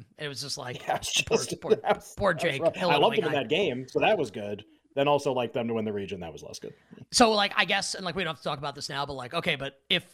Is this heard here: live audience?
no